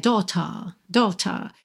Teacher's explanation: … puxou um pouquinho para British English aqui, puxou um pouquinho para Shakespeare no T, principalmente, daughter. É, no inglês britânico, seria sem o R enrolado, né?